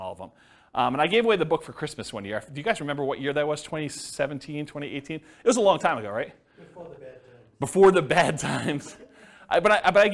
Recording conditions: live audience